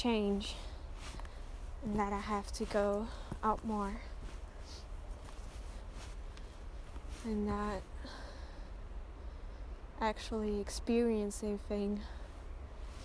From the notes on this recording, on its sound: I recorded it on my phone, out of an urge. Let's go on a journey to one of many beautiful places, somewhere in Austria.